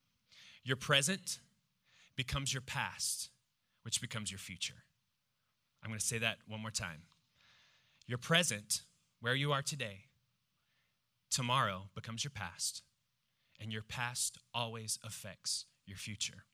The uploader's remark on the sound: preached this message on September 10th at our Downtown Community.